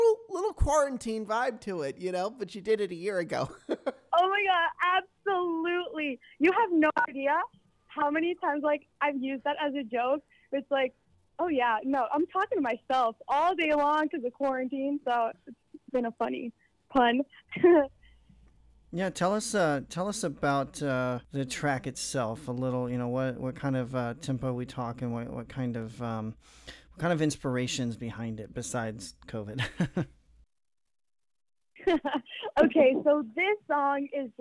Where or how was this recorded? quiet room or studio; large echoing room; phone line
phone line